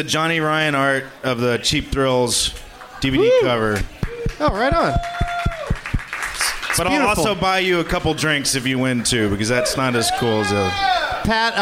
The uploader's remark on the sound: Live from the Highball during Fantastic Fest in Austin, TX